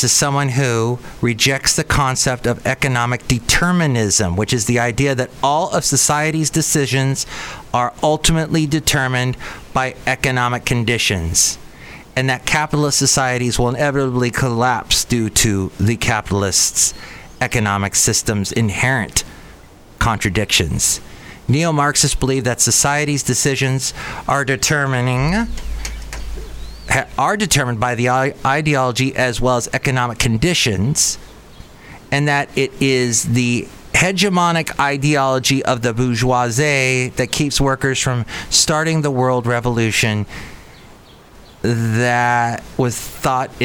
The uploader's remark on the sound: podcasts live from Cafe Anyway